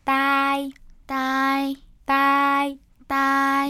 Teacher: 앞에 아 발음이 길고요. 뒤에 이 발음이 짧아요.